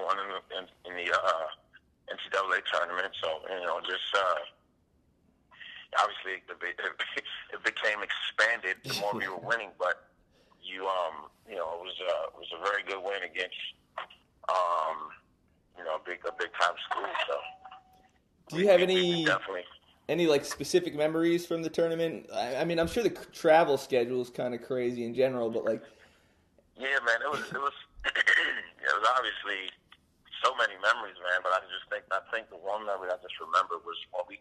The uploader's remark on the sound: We talked on the phone and he told me all about it.